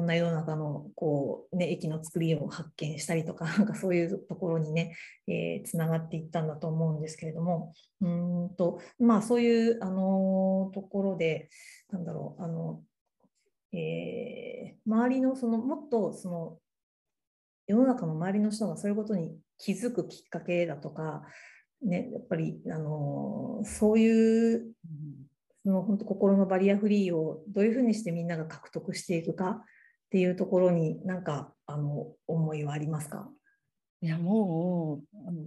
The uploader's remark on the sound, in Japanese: 収録場所： オンライン (Zoom)